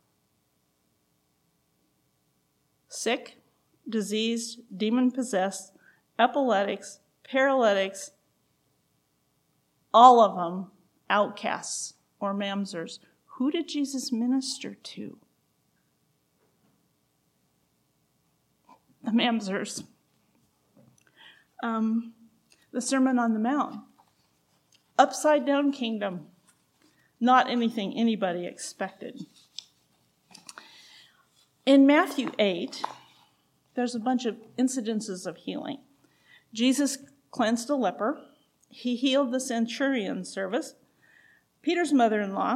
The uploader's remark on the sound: recorded June 17, 2023, at Ringgold Seventh-day Adventist Church